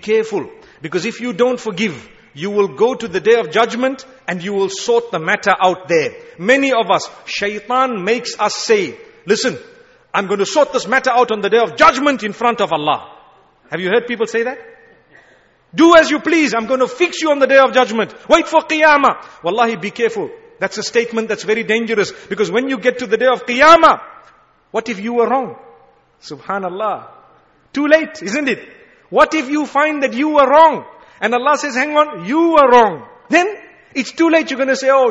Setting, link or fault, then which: setting, large echoing room